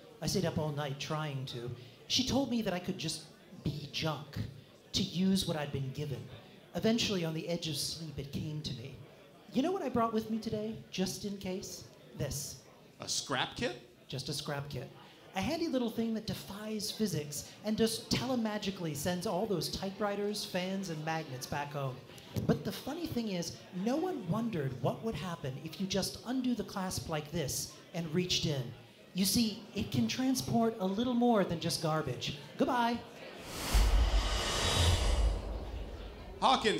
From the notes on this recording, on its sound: (As presented at Bethesda Game Days). The show that we performed live at Bethesda Game Days in Boston on stage.